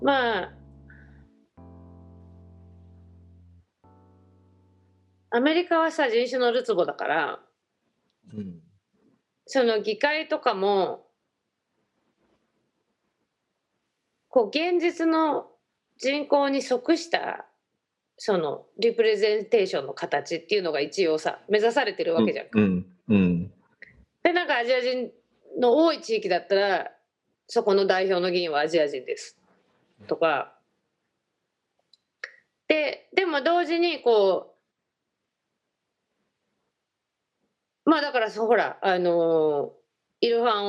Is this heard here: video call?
yes